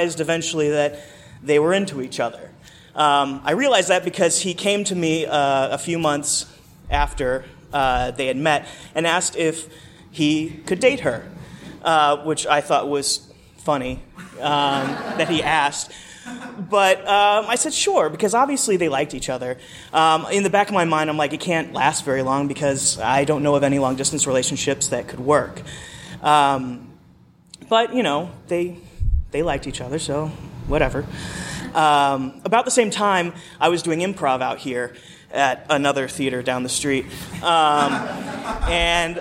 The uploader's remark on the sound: Record a Your Stories episode at UCB Sunset, a really incredible comedy theater in Los Angeles. Some of our favorite West Coast people came out to share their stories.